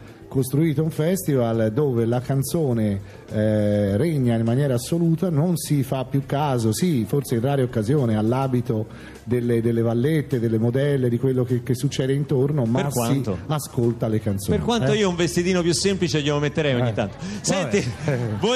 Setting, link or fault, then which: setting, busy venue